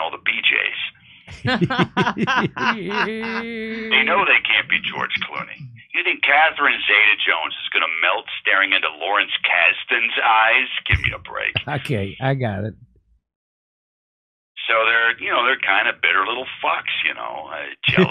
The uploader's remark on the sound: a phone call